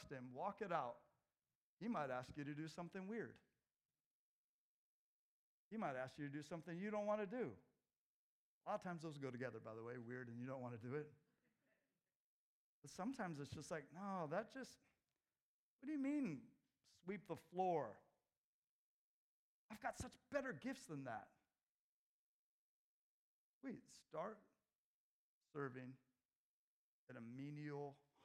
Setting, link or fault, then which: setting, large echoing room